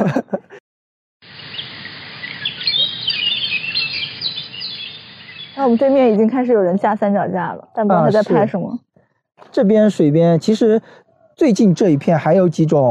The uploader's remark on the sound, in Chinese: 本期节目的录制是在植物园中边行走边进行录制的，也许会有一定的杂音